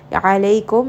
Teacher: ayn again from the middle of the throat